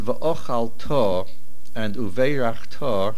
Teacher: Well, you probably know already from the previous shiurim that the words v'ochalto and uveirachto are both verbs with a vav hamahapeches. And that is the reason the accent is on the to ending.